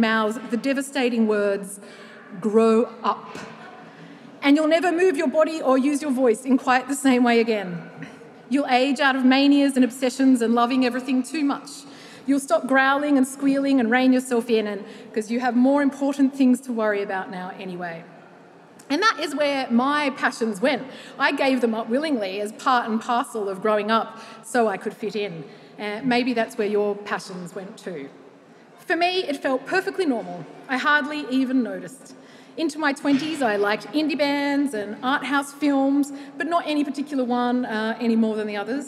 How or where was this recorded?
live audience